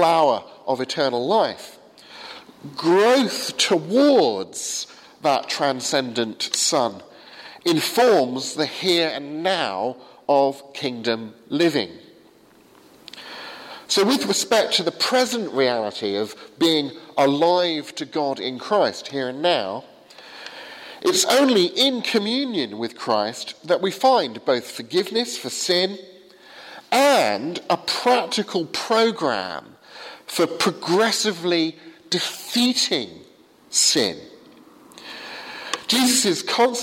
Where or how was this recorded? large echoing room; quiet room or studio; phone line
large echoing room